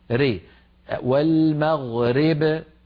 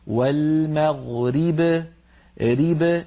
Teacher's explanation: بكسر الراء كسرا كاملا · Shown in: second take